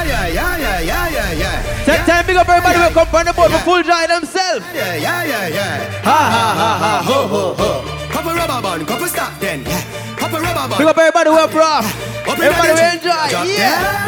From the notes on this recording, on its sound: LIVE AUDIO FROM FREAKY GIRLS BOAT CRUISE.